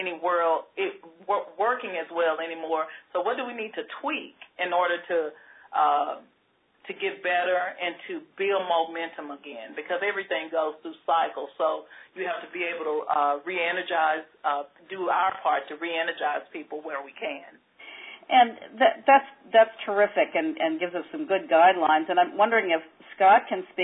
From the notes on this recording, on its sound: On this CommunityMatters® conference call